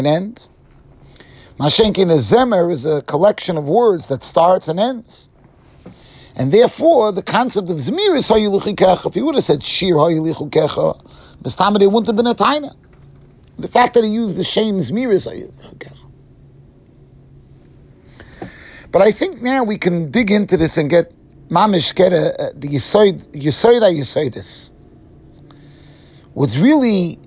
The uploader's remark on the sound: Shiur recorded in Yeshivas Ohr Reuven, Monsey NY.